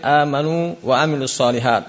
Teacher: Kalau amanu wawu pertama keluarnya dari jauf, yang kedua antara bibir bawah bibir atas. Makanya tidak boleh dibaca dengan idgham.